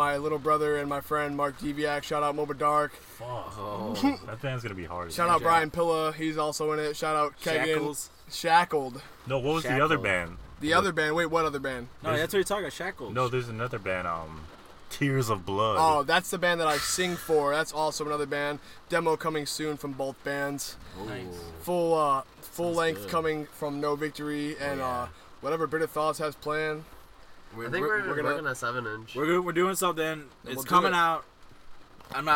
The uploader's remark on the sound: All of us were in my car during a thunderstorm.